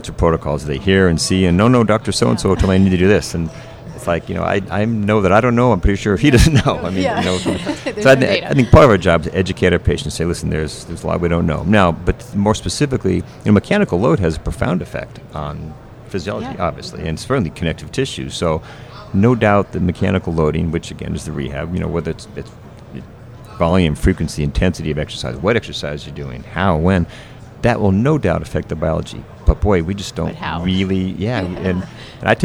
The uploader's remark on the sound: LIVE from AOSSM